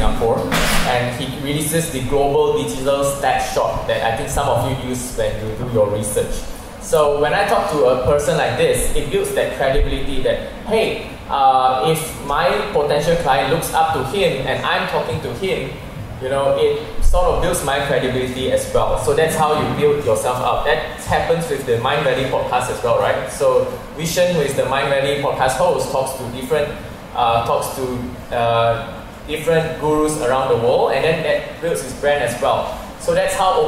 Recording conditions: busy venue